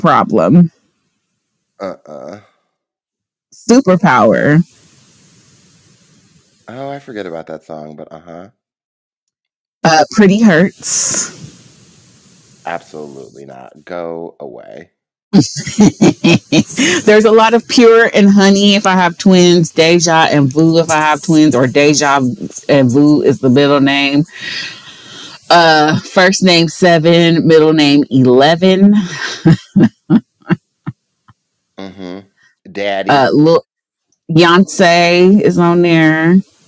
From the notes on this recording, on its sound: We're having some sound equipment issues (I KNOW I'M SORRY)